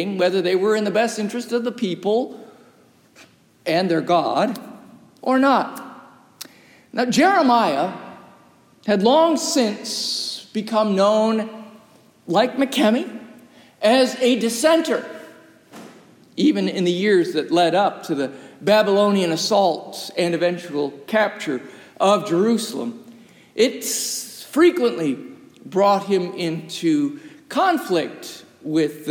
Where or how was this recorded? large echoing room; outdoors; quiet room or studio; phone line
large echoing room